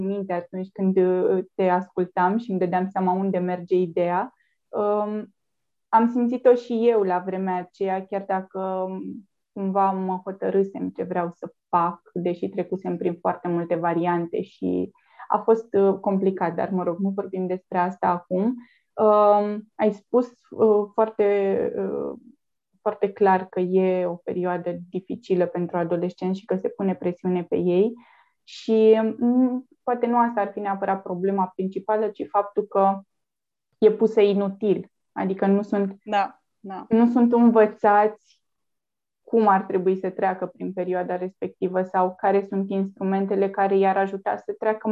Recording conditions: video call